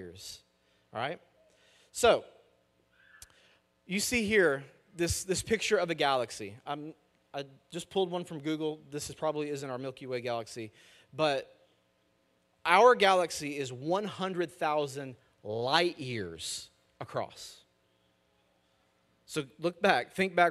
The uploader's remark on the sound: Message audio from our weekend services.